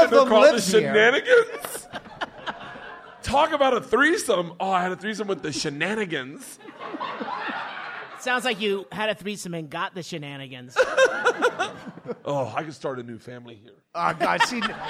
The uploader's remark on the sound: Live from Bisbee, AZ. Hang out on stage at The Royale Theater.